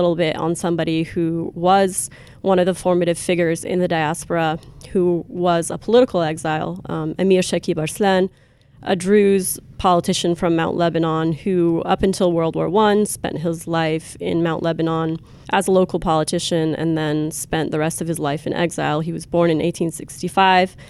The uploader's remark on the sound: Cross-Disciplinary Roundtable. Recording Location: 2019 MESA Annual Meeting, New Orleans.